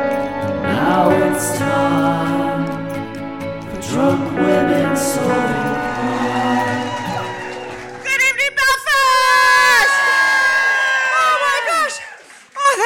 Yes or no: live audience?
yes